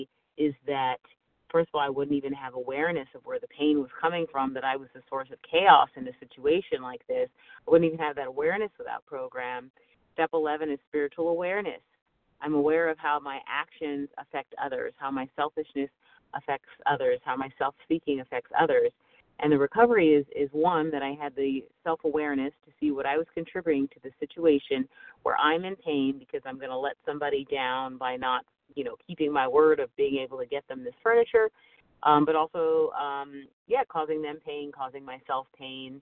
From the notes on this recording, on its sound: 100 Pounders Phone Meeting